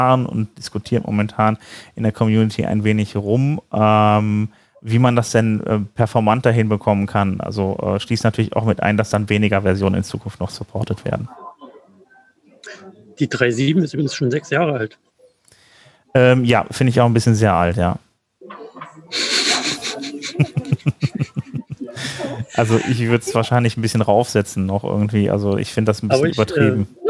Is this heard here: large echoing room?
no